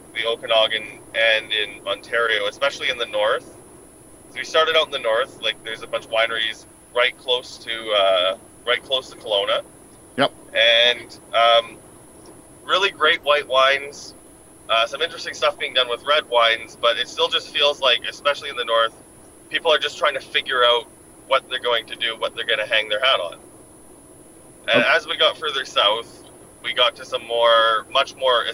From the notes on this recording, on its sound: In The Car Interview. En route to Oregon from the Okanagan.